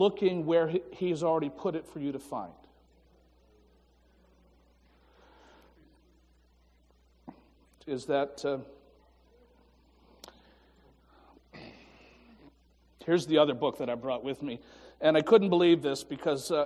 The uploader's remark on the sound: Morning Worship (complete service)